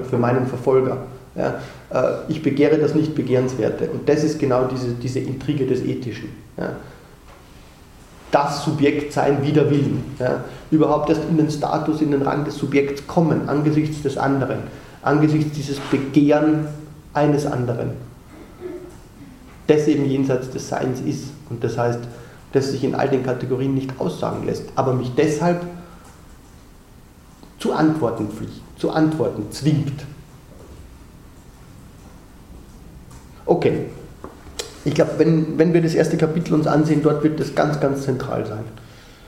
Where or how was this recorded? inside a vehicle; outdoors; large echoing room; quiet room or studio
large echoing room